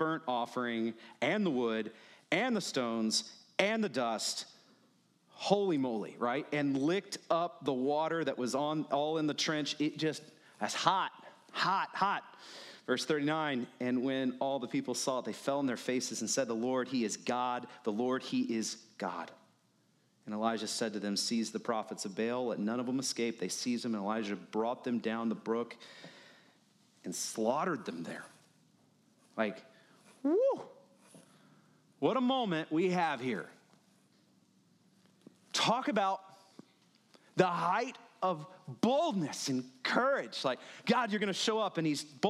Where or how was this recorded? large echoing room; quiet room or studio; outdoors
large echoing room